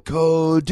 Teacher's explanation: just got to extend the second syllable